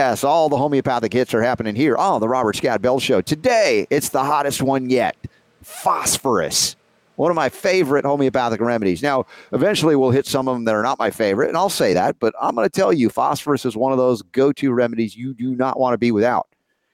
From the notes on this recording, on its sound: LIVE From Healing For The A.G.E.S.